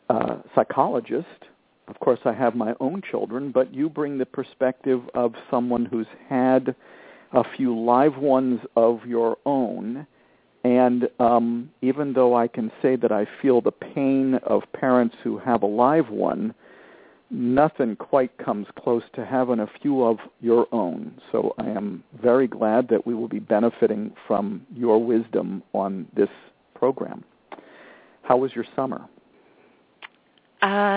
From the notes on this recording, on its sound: Responding to emails from several parents and a parent who called.